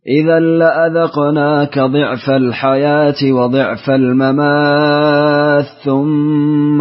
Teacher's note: إدغام التاء في الثاء